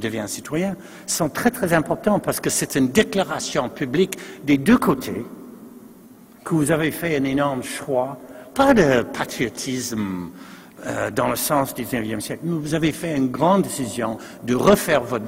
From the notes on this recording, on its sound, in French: Conférence d'ouverture du colloque 2016 de l'AQPC, à Québec.